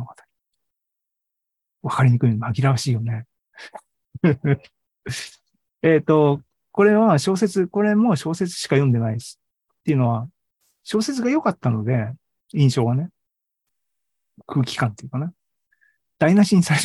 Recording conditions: video call